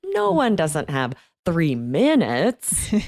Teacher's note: We're going up on no one, and then really down on minutes.